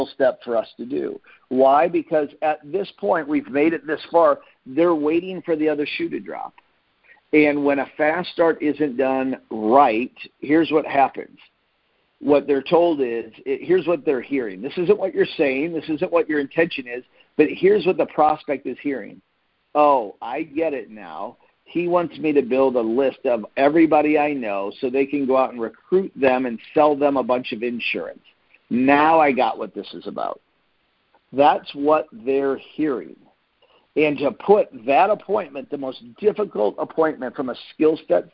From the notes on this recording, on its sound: Team Freedom conference call on 5/10/19.